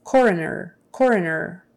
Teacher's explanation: it's almost as if it's a short U in there for that second O